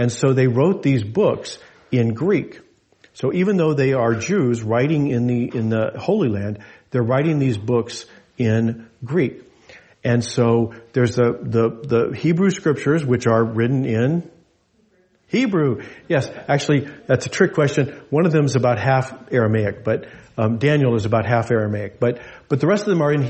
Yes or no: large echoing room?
yes